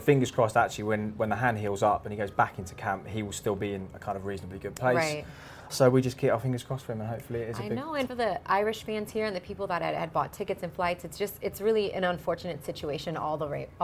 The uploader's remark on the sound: joined inside Philadephia's Liacouras Centre